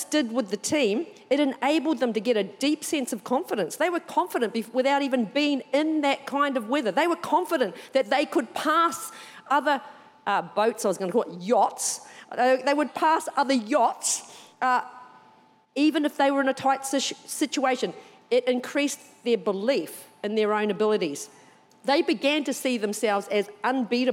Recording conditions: large echoing room